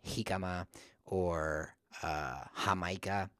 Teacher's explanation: harder h, kind of like you're kind of like trying to hawk something up out of the back of your throat